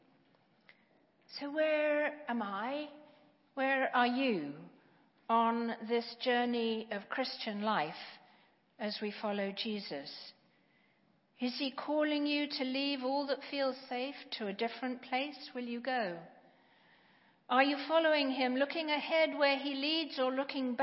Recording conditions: large echoing room